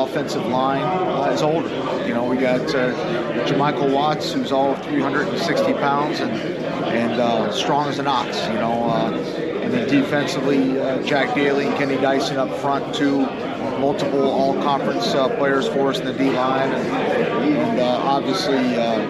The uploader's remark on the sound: The Bluebloods are live from Big South Media Day in Charlotte, NC.